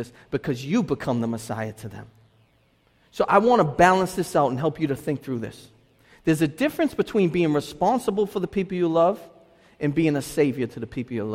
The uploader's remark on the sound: delivered this message at Restoration Road Church in Wakefield, Massachusetts